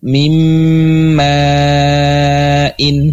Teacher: nunnya masuk atau melebur ke dalam huruf setelahnya, yaitu huruf mim · Term: gunnah mutawalah